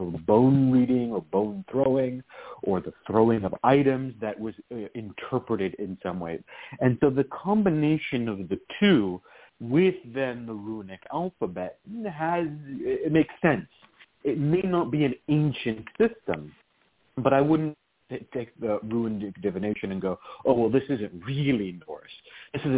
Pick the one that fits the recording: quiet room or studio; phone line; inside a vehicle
phone line